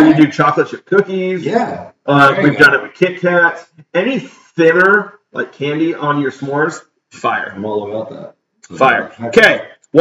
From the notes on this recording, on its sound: This episode was recorded right from our live stream where we had some sound issues.